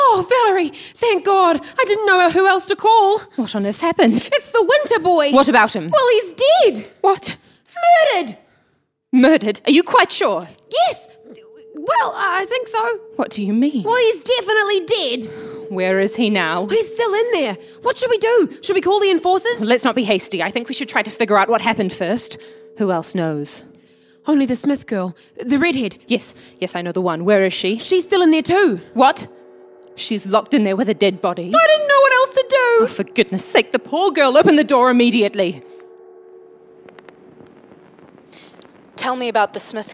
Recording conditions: live audience